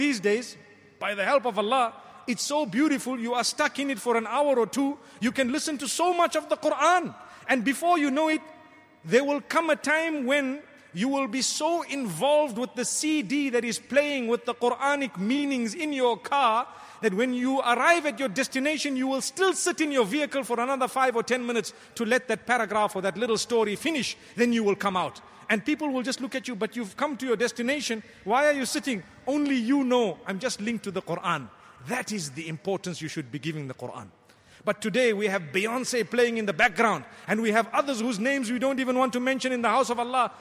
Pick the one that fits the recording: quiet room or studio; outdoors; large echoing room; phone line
large echoing room